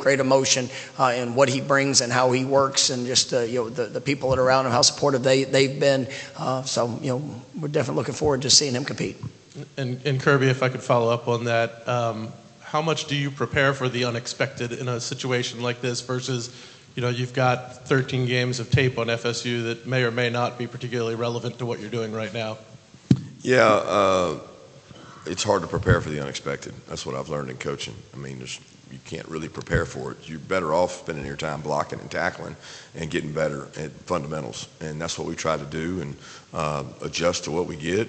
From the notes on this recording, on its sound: Orange Bowl coaches press conference. Orange Bowl press conference.